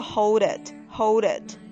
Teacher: 这个 hold 和后边的这个 it 连在一起的时候呢，这个 D 会变成一个 flapD，一个弹舌音